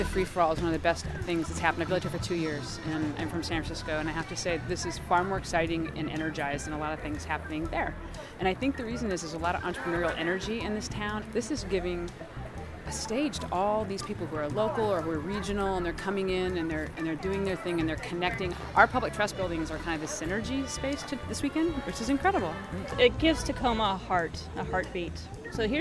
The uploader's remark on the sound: During the Center’s 2 day, Fall Free For All. Tacoma, WA. Many Thanks to everyone who stopped to talk.